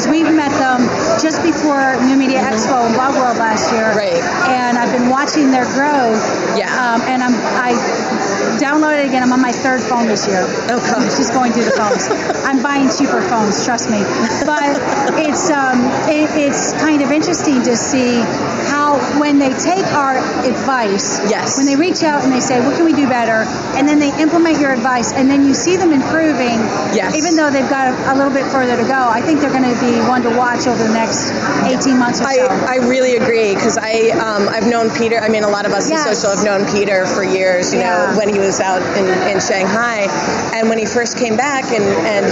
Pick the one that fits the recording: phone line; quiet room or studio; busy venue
busy venue